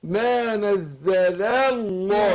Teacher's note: انا عايز ارقق اللام بتاعت نزل عشان مرققة، وافخم لام لفظ الجلالة